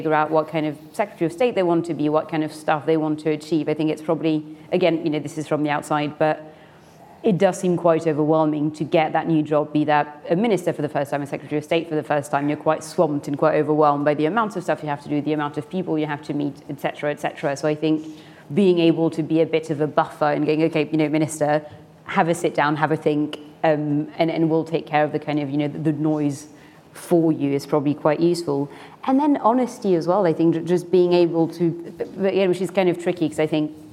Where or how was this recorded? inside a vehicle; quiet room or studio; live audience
live audience